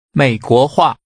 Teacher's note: The tones are falling, rising, rising and falling. Say Americanized.